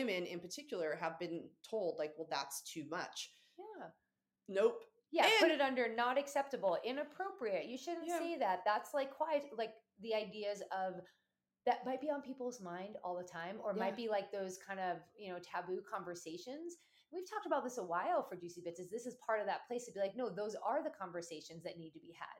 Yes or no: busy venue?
no